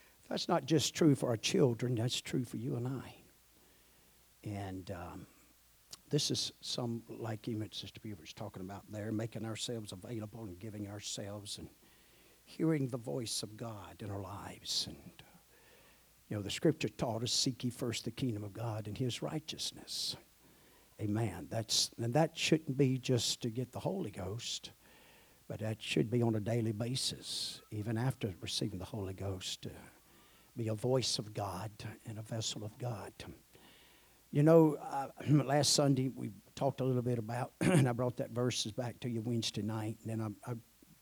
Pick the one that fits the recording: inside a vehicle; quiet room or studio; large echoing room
large echoing room